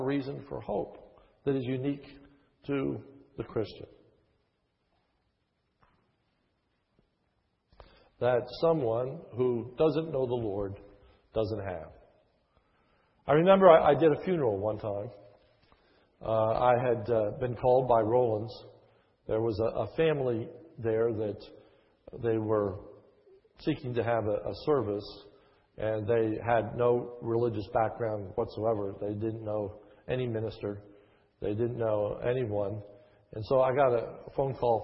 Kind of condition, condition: setting, large echoing room